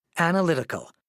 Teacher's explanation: 5 syllables, main stress on the 3rd syllable